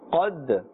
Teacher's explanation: The qaf is there. Dal is also part of the huruf qalqala. The letters of qalqala. And therefore that slight echoing or bouncing sound must be heard.